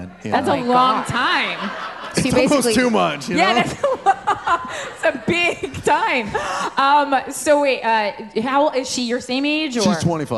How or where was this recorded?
live audience